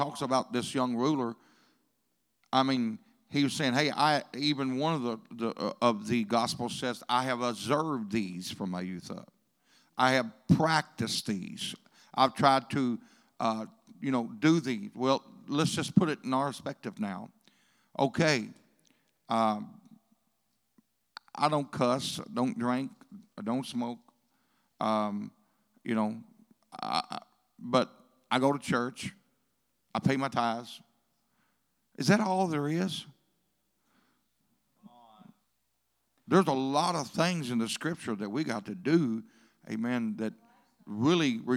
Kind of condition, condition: setting, large echoing room